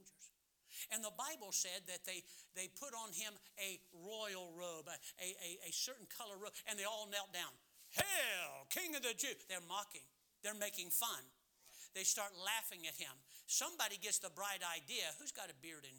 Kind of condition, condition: setting, large echoing room